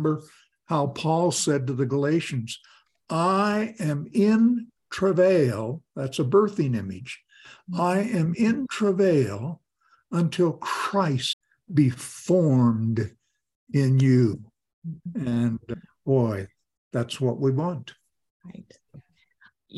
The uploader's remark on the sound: This podcast is an edited version of an online conversation recorded in 2022.